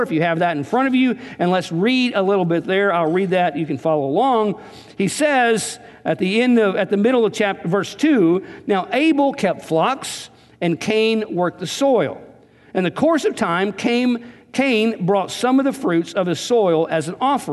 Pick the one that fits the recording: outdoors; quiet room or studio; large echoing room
large echoing room